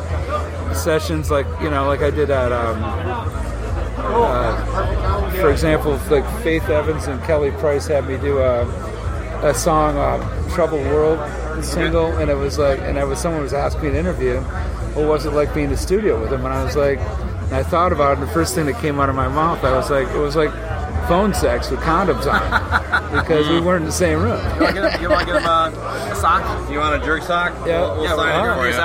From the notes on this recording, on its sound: At the Rock N Pod Expo. You can hear how packed the Expo is in the background.